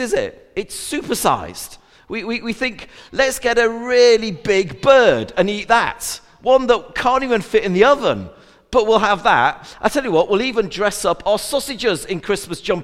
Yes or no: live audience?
yes